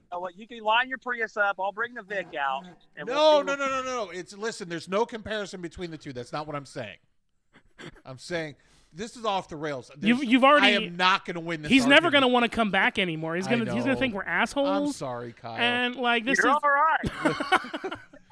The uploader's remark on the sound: via phone